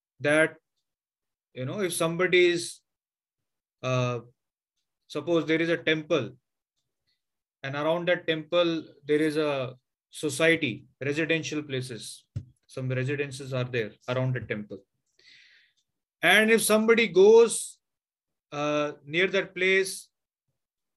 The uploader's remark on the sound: Zoom classes